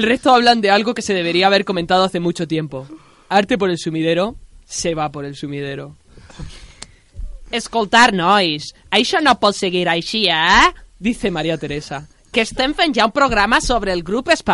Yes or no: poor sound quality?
no